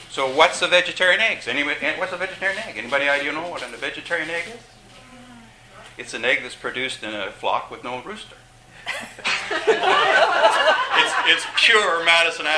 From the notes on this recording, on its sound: During the RV gathering in Victoria. This podcast was recorded during CUSO-VSO's 50th Anniversary Kick-off celebrations in Victoria, B.C.